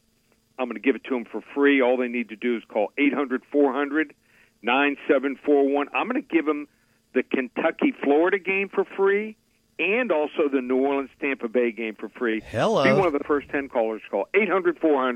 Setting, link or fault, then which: link, phone line